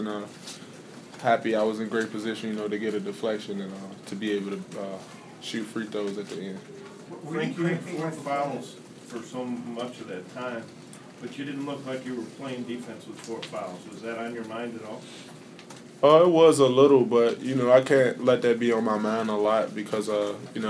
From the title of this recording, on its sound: Press Conferences & Post-Game Interviews